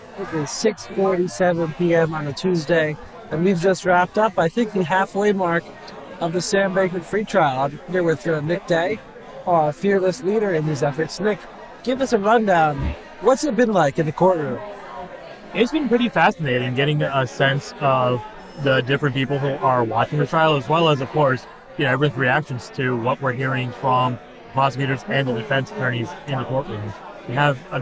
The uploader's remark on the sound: inside a bar, pardon the noise